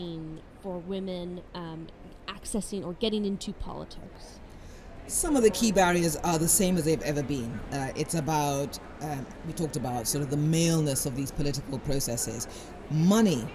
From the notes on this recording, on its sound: On location at Women Deliver in Vancouver. This year's Women Deliver conference was held in Vancouver, B.C.